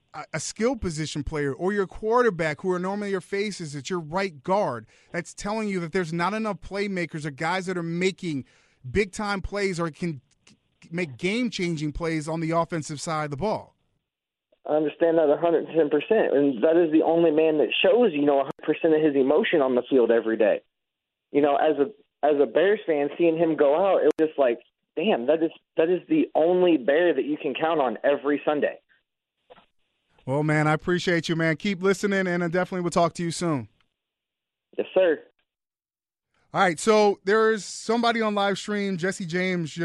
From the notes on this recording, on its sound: our listeners phone calls